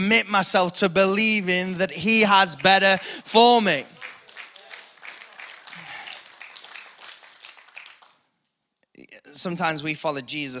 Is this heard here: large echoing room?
yes